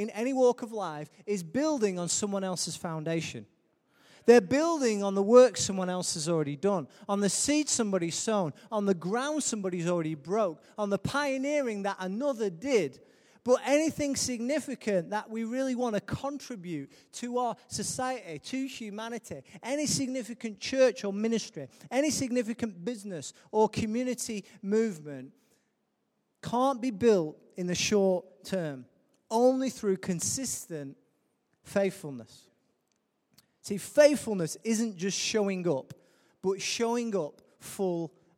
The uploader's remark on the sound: Recorded live at Life Church on Sunday 19th Novemvber 2017.